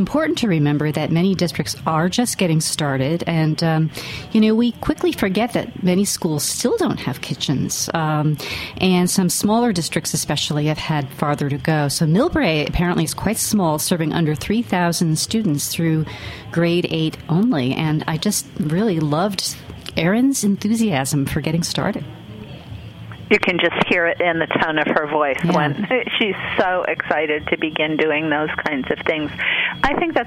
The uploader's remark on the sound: Asked listeners to call in about their favorite back-to-school innovations, and they did, from all over the country.